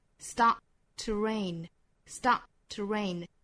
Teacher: 那两个都是相同的辅音，那前面这一个不发声了，但是我们顿一下声音，也就憋这么一下， start to rain 有一个非常短促的延迟。